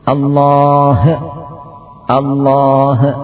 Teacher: membuat qalqalah pada ha sehingga menjadi Allah Allah